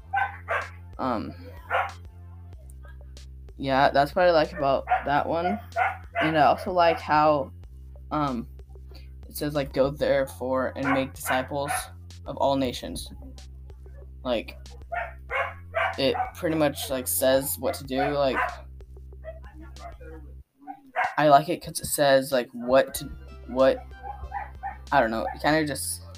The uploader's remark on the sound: Sorry about the background noises.